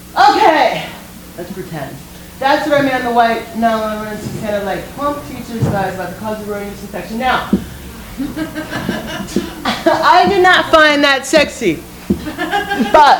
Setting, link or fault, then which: setting, live audience